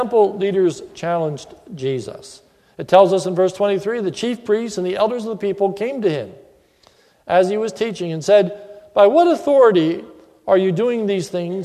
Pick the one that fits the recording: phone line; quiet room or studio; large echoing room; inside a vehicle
large echoing room